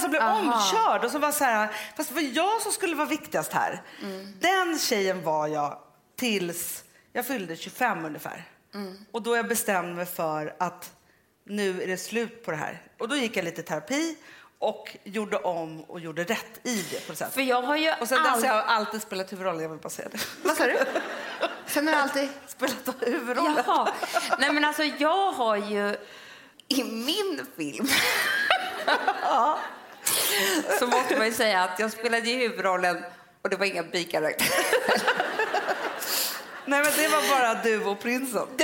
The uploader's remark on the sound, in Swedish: inspelning inför 600 personer på Rival